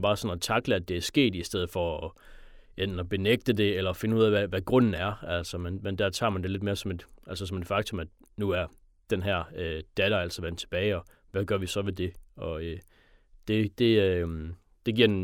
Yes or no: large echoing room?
no